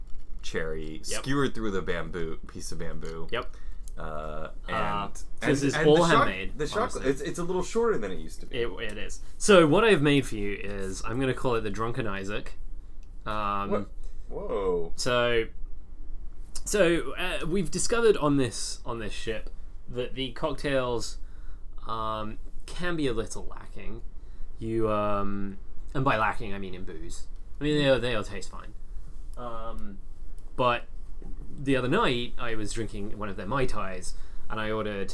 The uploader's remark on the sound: This very special episode comes from a cruise ship! We brought our microphone along with us on a cruise to Alaska. Haven't you always wanted to hear the dulcet tones of a foghorn interrupt your podcasting experience?